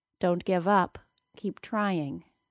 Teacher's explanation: the word up will usually become stressed word in the sentence